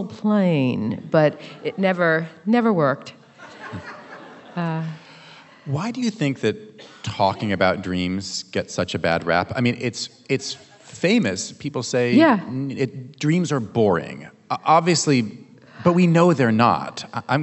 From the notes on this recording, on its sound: at the 2023 Portland Book Festival